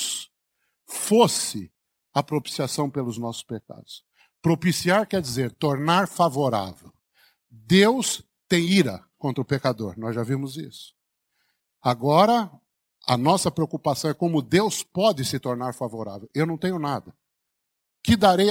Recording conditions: large echoing room